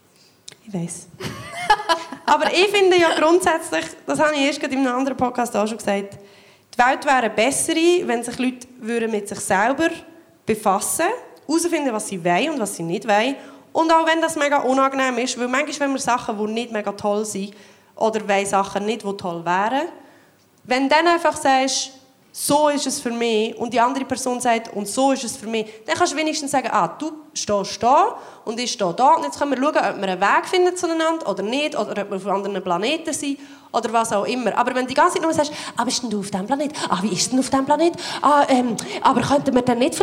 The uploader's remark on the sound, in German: Re-Live aus dem Royal Baden. Live vor Publikum.